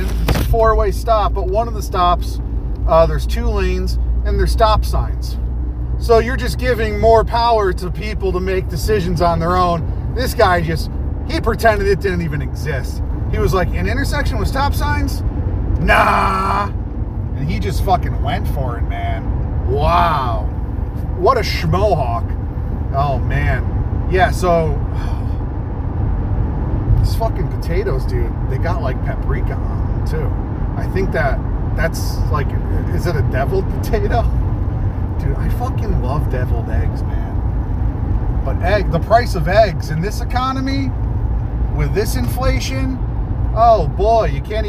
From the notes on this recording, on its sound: record a podcast while driving a car!